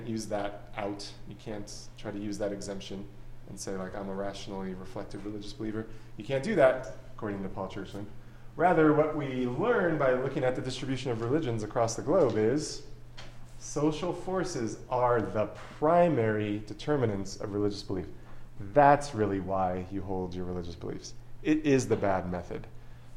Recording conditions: large echoing room